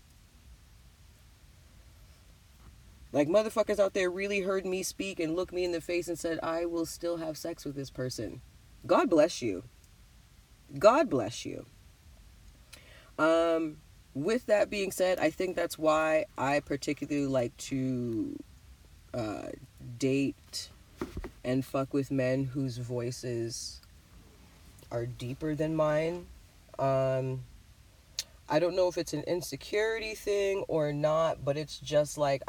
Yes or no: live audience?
no